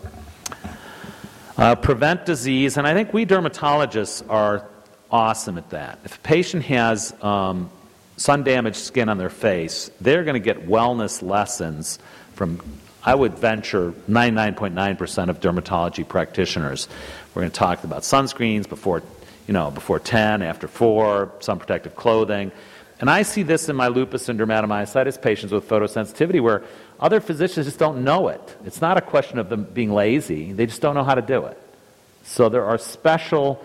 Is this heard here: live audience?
yes